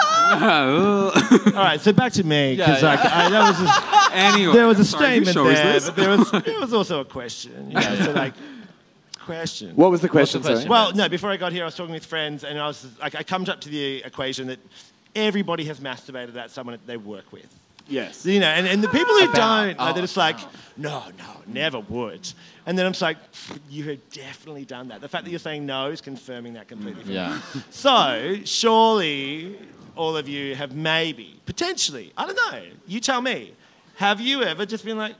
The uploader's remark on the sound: Live show audience questions! This week's After Show is our live show Q&A from our Melbourne and Sydney 2020 live shows.